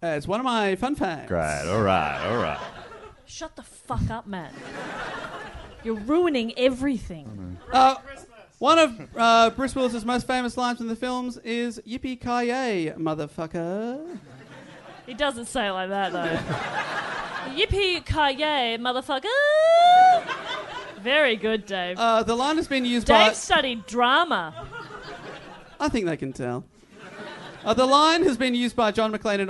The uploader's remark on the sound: Recorded live at The Phoenix in London.